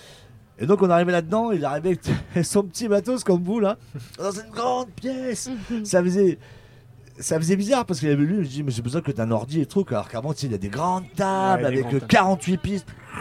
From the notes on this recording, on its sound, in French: Interview dans la Mystery Machine de Radio Pulse. Sur le festival des Bichoiseries.